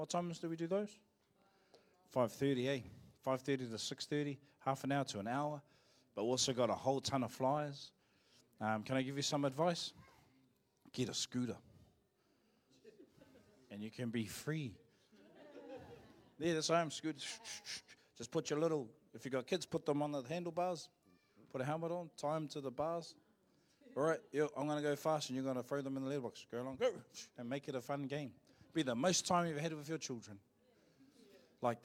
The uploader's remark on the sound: Live from IwiTapu Destiny Church Hawkes Bay